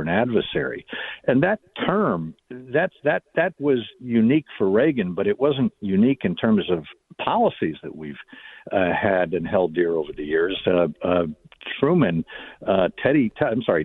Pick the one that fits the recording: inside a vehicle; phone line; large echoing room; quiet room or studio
phone line